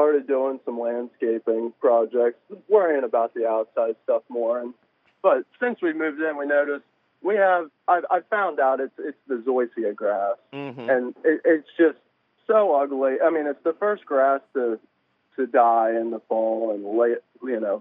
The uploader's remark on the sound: your fabulous phone calls!